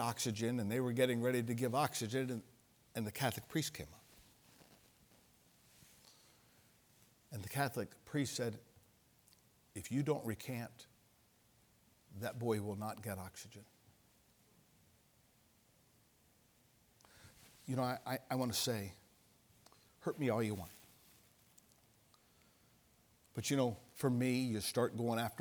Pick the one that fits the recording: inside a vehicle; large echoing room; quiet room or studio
large echoing room